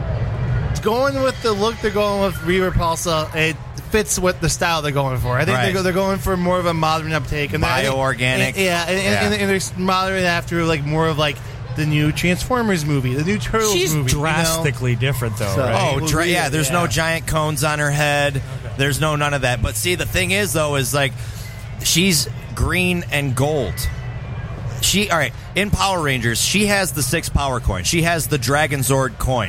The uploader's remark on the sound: Live From Motor City Comic Con